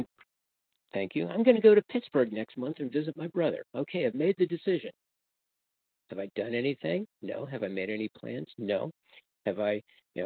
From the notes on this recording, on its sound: from the 100 Pounders Phone Meeting